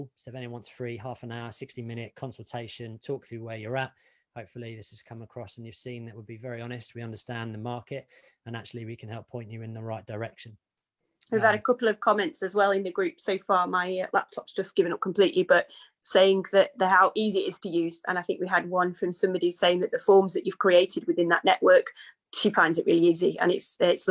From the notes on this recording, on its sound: In the Covid-19 Therapist group .